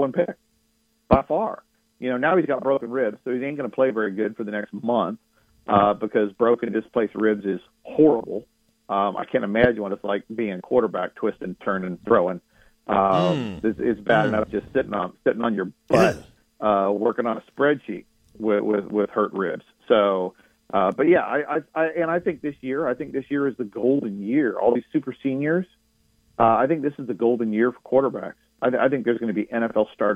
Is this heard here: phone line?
yes